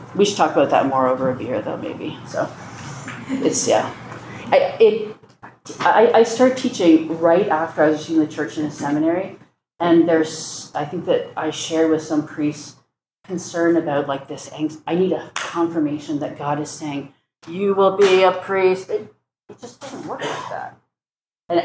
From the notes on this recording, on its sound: This lecture was given on July 1st, 2023, at the Thomistic Institute Student Leadership Conference at the Dominican House of Studies.